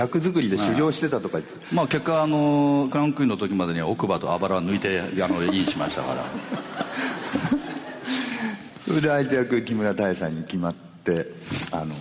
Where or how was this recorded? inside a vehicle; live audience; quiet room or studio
live audience